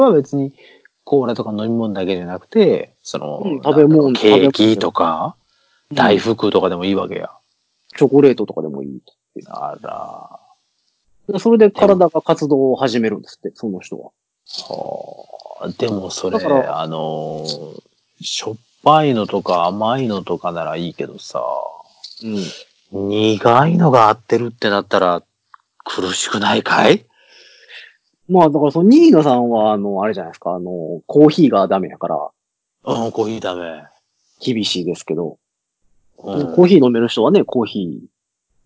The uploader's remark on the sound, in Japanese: 久しぶりにSkype収録となっております。音質申し訳ない。